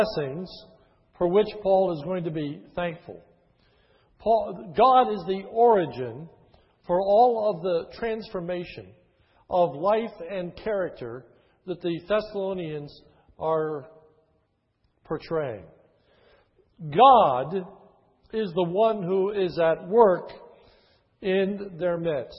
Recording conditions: large echoing room